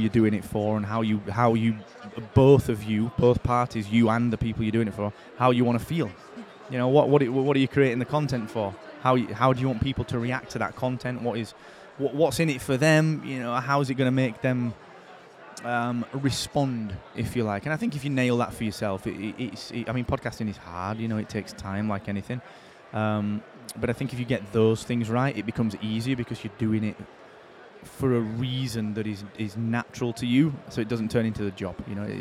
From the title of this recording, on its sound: Live in London